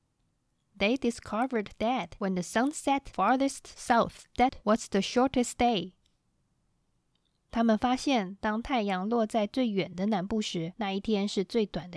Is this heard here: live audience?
no